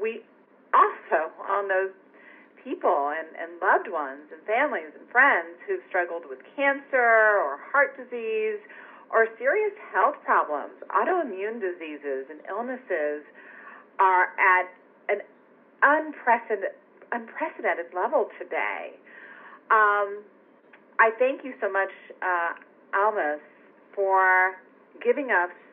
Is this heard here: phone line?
yes